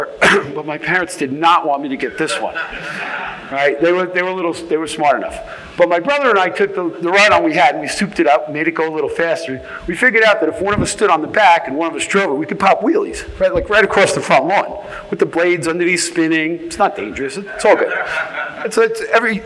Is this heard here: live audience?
yes